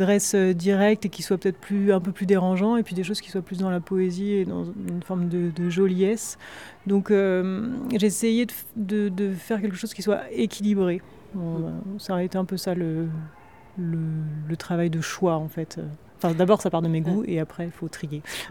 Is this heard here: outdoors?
yes